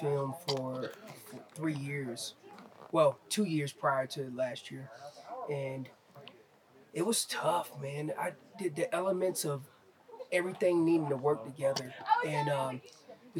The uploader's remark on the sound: Live from the second annual Western Hunt Fest. After two days of elk-calling competition, seminars, and 3D courses.